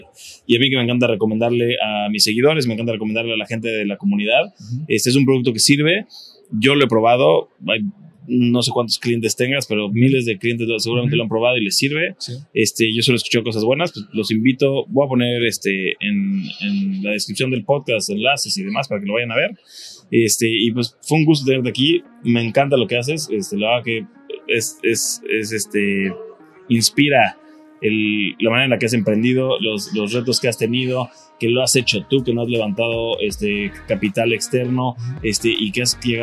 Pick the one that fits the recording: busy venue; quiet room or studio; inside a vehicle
busy venue